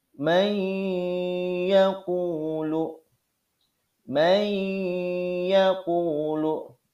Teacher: huruf nun masuk ke huruf ya dan ketika masuk itu didengungkan · Term: idgham bi gunnah